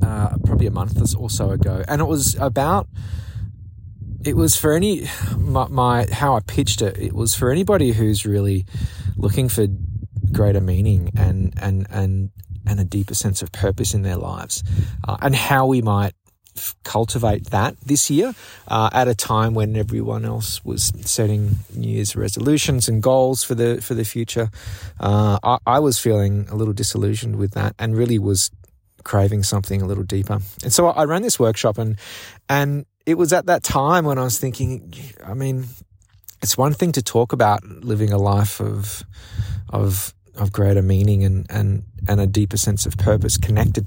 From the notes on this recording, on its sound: A windy dispatch from the winding Camino de Santiago. I had been walking all day with only my thoughts to keep me company. Despite the wind and poor recording conditions. It's very low-fi.